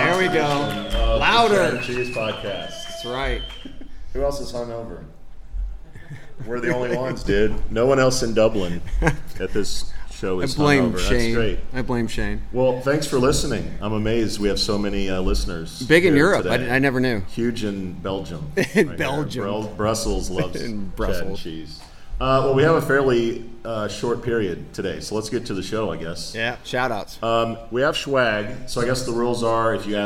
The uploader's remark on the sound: Live in Dublin for TAtech Europe